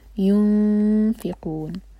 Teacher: فا ہم پڑھتے ہیں اوپر کے دانت نیچے والے ہوٹ کے قریب آتے ہیں، ٹچ کرتے ہیں ایکچولی، تو آلموسٹ ایسے وہ بنائیں گے تاکہ اخفا صحیح نکلے.